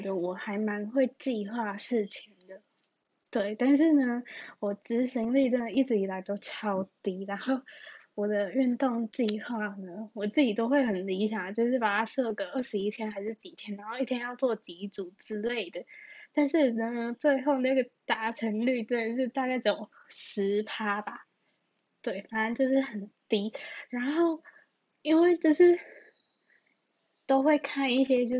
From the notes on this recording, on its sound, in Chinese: 錄音設備：AirPods(建議音量調高，速度調快)。